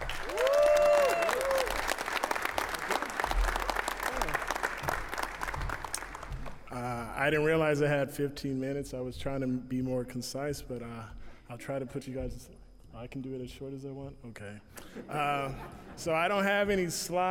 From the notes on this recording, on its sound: I am sharing a presentation that I gave at an IT Conference in Sacramento